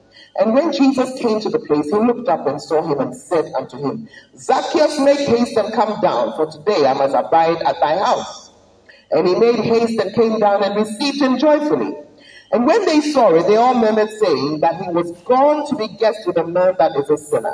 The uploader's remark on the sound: Preached at the Word Alive Service